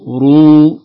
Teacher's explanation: الراء عليها ضمة والراء مفخمة